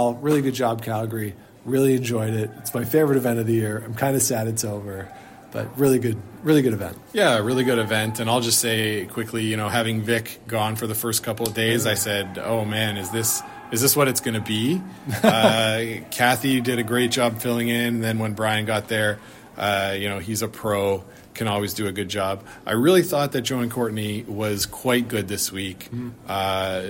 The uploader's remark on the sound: We join you nearly live from the Ottawa Curling Club